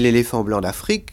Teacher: l'accent tonique porte sur la dernière syllabe, toujours de ce groupe de mots et non pas du mot séparé